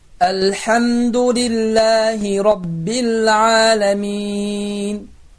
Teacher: Bu ayətdə olan Elhamdü sözündə olan hə boğaz hərfidir. Və boğazın ortasını sıxmaqla əda olunur.